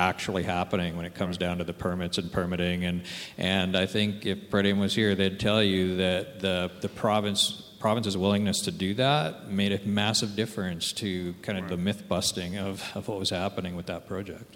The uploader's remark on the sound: This episode features the provincial mining panel discussion from The Northern Miner’s annual Canadian Mining Symposium held at Canada House in London, U.K.